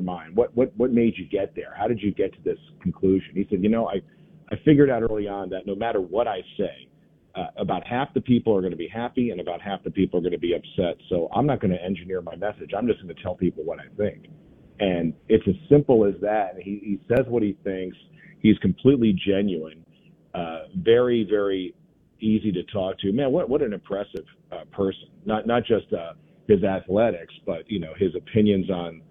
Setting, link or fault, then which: link, phone line